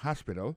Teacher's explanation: accent tombe sur premier syllabe, il y a trois syllabes